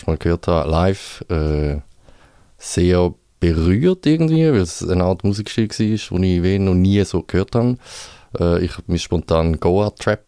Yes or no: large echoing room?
no